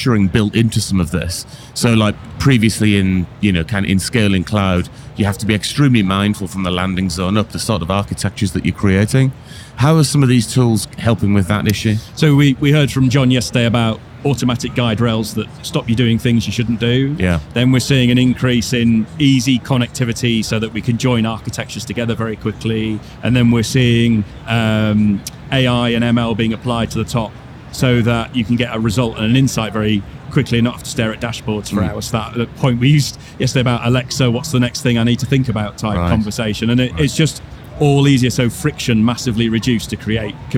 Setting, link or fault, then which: setting, busy venue